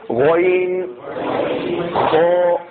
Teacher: ان کا تعلق تالو کے ساتھ ہوتا ہے، یعنی منہ کے اوپر والا جو حصہ ہے اس کی طرف آواز ان کی سب اوپر ہی جاتی ہے · Term: حروف مستعلیہ